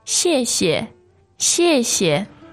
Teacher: we soften the second fourth tone into a neutral tone